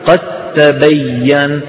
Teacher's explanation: تحولت الدال إلى تاء فصار نطق بتاء مشددة · Term: الإدغام